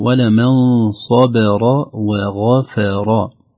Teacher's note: الصاد مفخم الباء رقيق بعد ذلك الراء مفخم